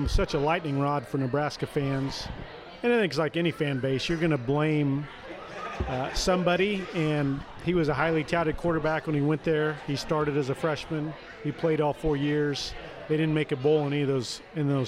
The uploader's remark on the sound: live from Manhattan Brewing Company